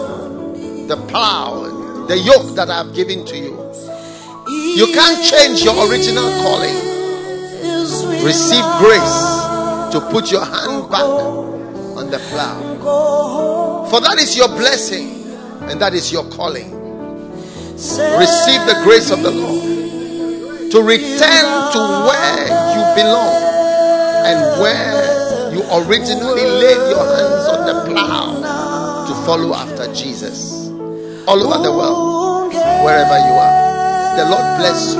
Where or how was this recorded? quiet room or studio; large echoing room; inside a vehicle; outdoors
large echoing room